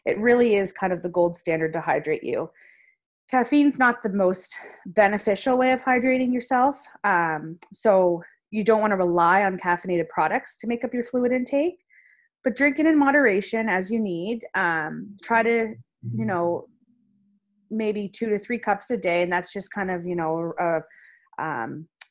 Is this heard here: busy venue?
no